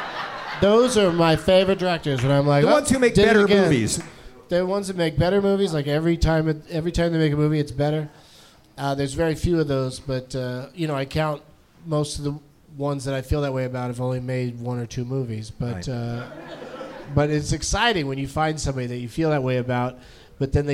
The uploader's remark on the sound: Live from Cafe Istanbul in New Orleans